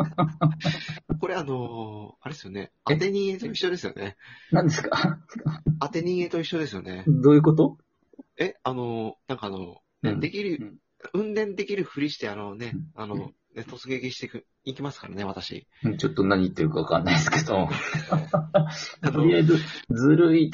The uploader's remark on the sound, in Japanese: Radiotalkアプリの「リモート収録機能」を使って。2人組 #笑い声あり。